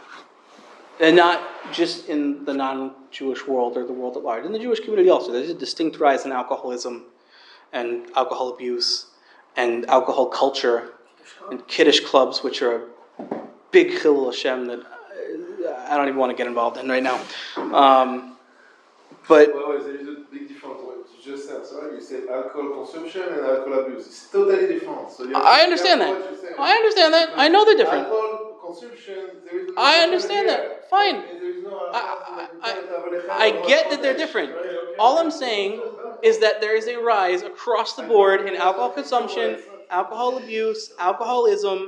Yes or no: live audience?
yes